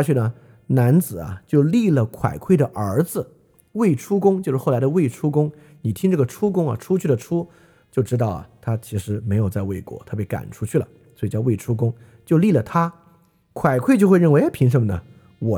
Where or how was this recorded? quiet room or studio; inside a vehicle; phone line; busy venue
quiet room or studio